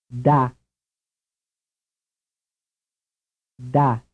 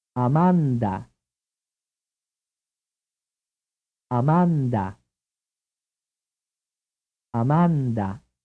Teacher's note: remembering that the consonant in question is dental and that all the vowels are the same · Term: dental sound